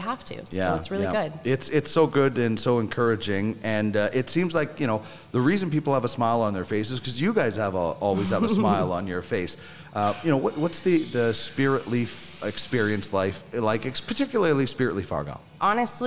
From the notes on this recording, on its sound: Spiritleaf Bus Tour. ArgyllPlaza.